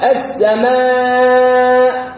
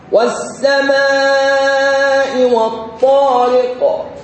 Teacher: مقدار المد المتصل ومقدار مده أربع حركات وجوبا، أربع حركات وجوبا وصلا ووقفا.